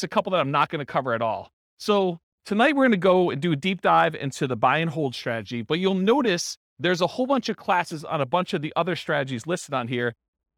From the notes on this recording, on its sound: This was a live class recorded